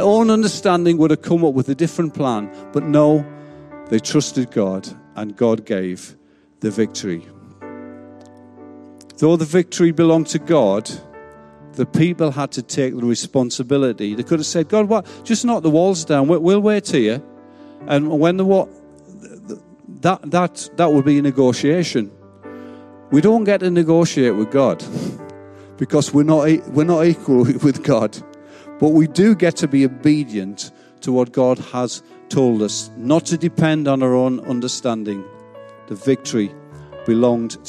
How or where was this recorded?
large echoing room